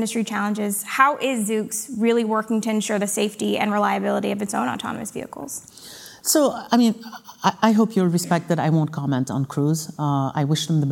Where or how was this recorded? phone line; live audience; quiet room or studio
live audience